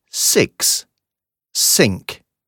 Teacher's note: ist ein kurzes, scharfes, stimmloses S